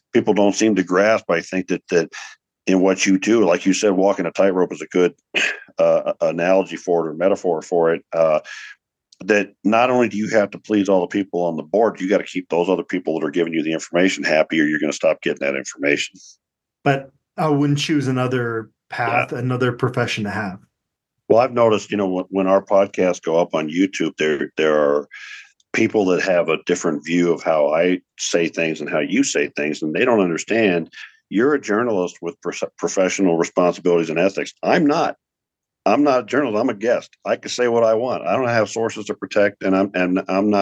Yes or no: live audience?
no